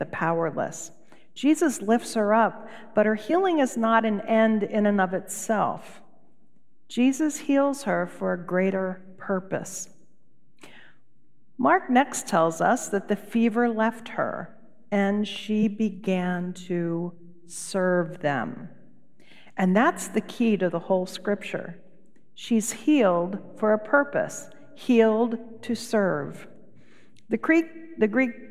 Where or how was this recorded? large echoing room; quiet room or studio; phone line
large echoing room